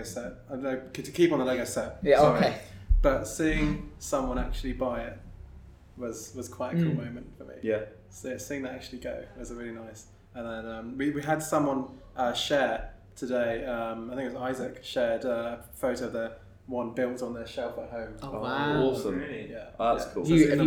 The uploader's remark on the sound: live from the 'Made in Brunel Final Showcase'